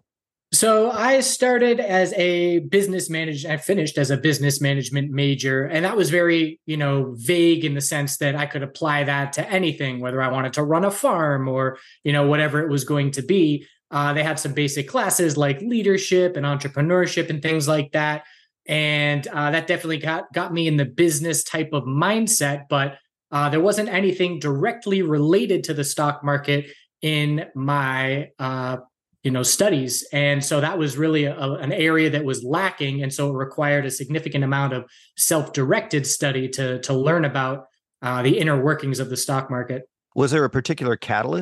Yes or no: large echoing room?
no